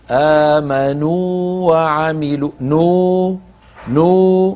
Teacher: نمده مد طبيعي بمقدار حركتين